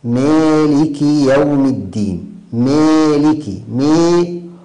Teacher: أولا إمالة الألف إلى الكسر، هكذا بعض الناس يقرأها هكذا: مالك يوم الدين.